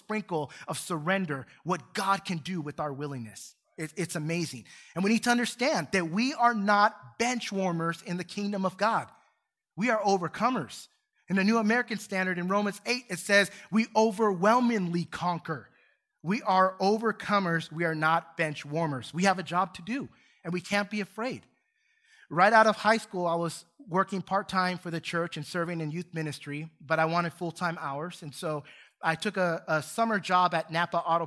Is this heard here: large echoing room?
yes